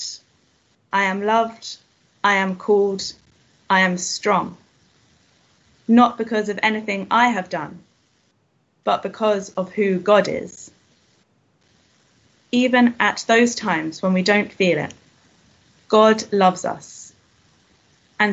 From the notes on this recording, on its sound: Christ Church, Bayston Hill (UK)